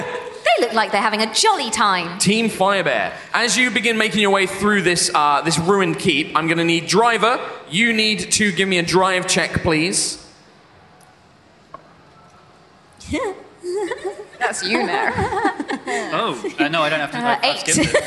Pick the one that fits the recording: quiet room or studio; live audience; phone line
live audience